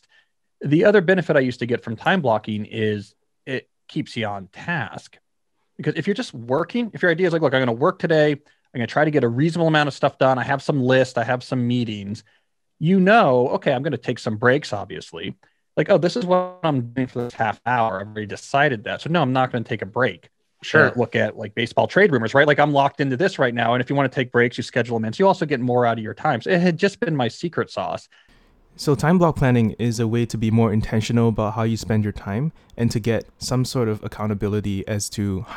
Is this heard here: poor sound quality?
no